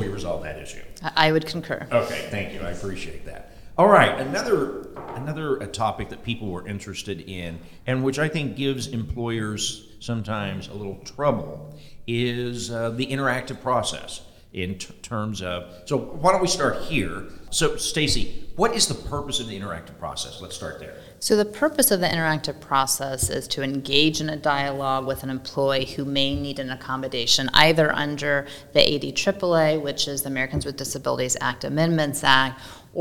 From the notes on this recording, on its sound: which was recorded at Ogletree Deakins’ national Workplace Strategies seminar